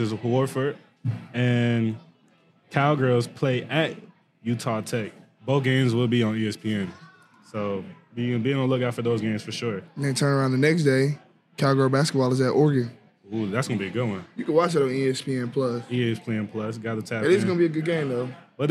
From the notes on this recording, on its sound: Recorded at Eskimo Joe's.